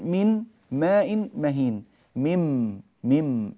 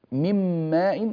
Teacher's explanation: فأنا قلبت الحرف الأول إلى حرف مماثل للحرف الثاني وأدغمته فيه · مم ماء، فأنا انتقلت من الميم من كلمة من إلى الميم من كلمة ماء، وذهبت النون التي في الوسط ودخلت في الميم، وصار النطق بميم واحدة · Term: أدغمت النون